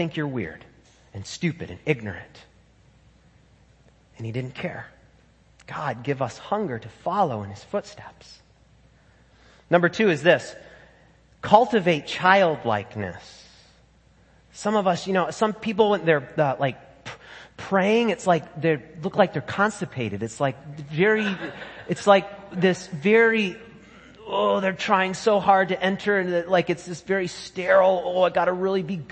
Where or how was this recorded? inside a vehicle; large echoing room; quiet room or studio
large echoing room